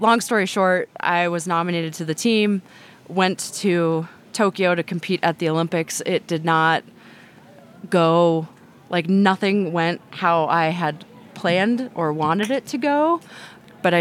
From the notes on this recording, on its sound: recorded during the Women's Cycling Summit at Breck Epic